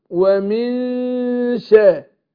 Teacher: أنا بخفي النون مع الغنة حركتين · Term: الإخفاء